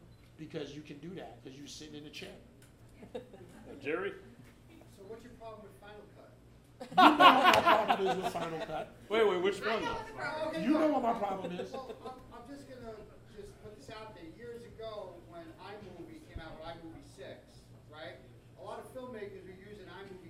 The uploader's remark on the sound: A special LIVE episode recorded during our launch party! Back in September, we hosted a meet-and-greet/party/podcast recording at The Dugout in the Bronx, with food from La Cueva Fonda and guests from all across the borough.